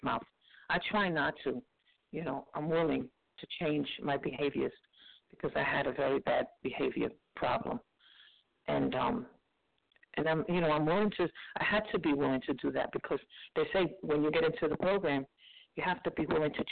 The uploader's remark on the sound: from the 100 Pounders Phone Meeting